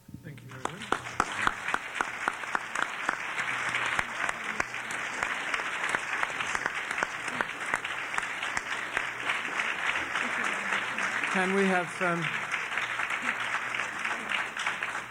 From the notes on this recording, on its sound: Panel discussion at World Voices Festival 2008